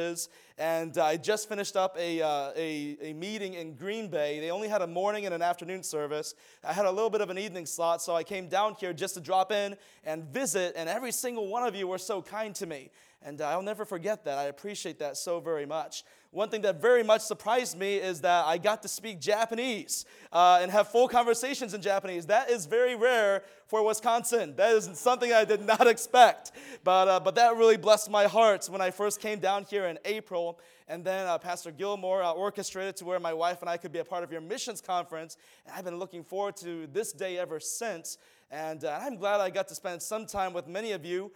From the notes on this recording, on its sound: from the chapel platform at Baptist College of Ministry